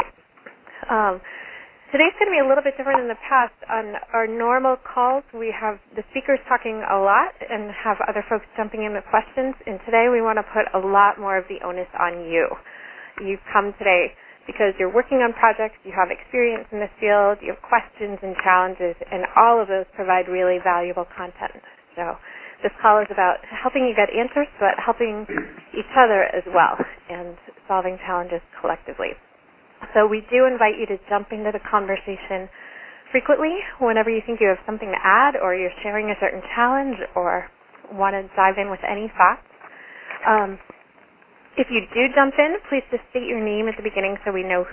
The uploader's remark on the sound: Call recorded on February 16, 2012.